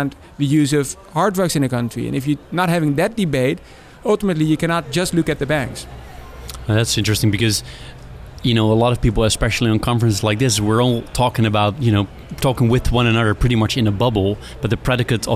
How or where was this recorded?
busy venue